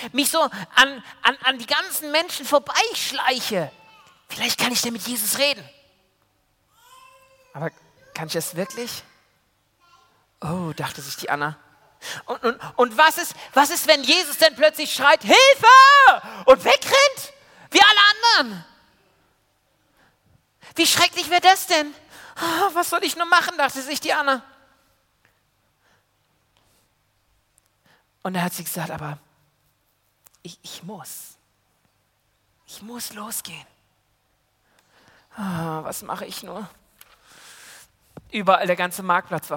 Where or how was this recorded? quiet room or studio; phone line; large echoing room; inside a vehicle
large echoing room